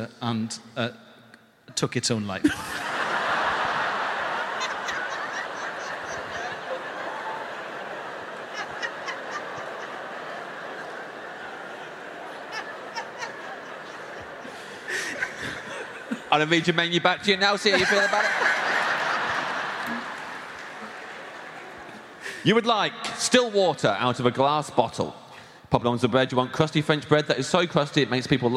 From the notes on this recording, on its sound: Live episode, this one from night one of our two-night residency at London’s Royal Albert Hall. For Storm Productions Group live at the Royal Albert Hall.